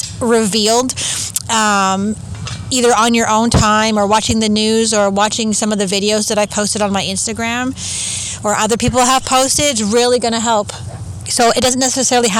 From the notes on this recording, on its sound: I recorded this on the beach (poor sound but please enjoy the sounds of the water and birds!).